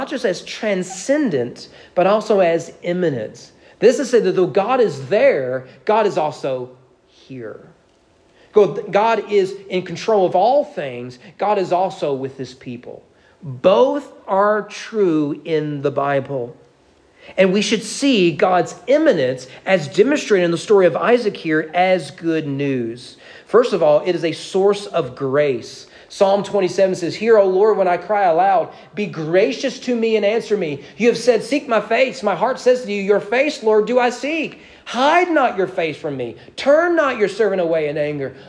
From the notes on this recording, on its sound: Sermon preached at East Frankfort Baptist Church